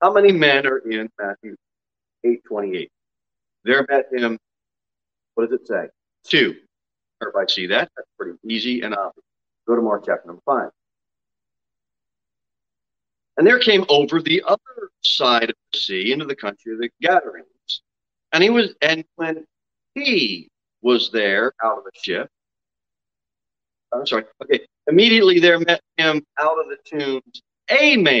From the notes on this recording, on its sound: Sermon delivered at Pilgrim Baptist Church on Sunday, August 14, 2022 at 6:15 pm.